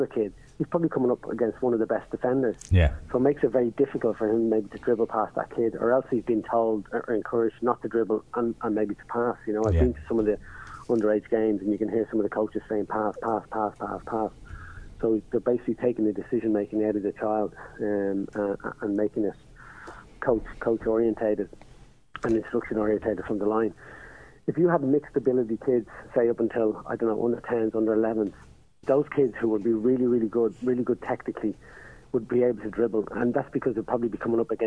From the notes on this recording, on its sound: On the phone we had.